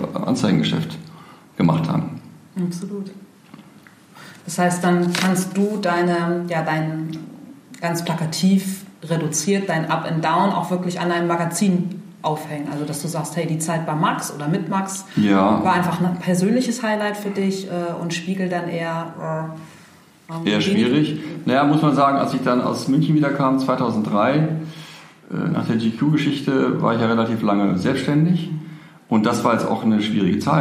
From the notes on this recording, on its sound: live - restart 2019